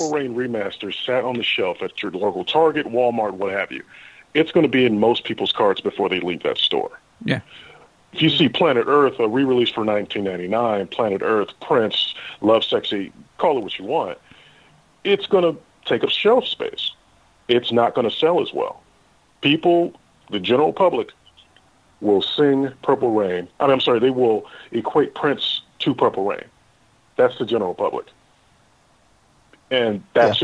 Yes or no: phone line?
yes